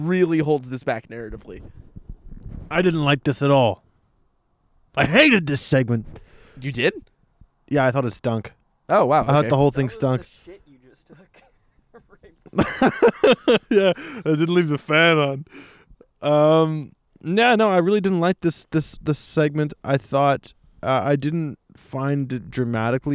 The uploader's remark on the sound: We're sitting outside for this one. With a beautiful view of the Ottawa River and autumnal colours in bloom, the boys sit out on a couch.